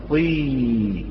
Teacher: عندما نقول طي، الهواء متسفل ووسط اللسان يرتفع إلى الأعلى، وطرفه الأمامي الذي نسميه رأس اللسان ينزل إلى الأسفل. · Term: الياء المادية